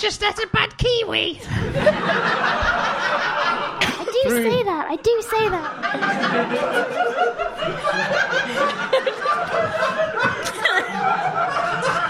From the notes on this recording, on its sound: Audience suggestions for this episode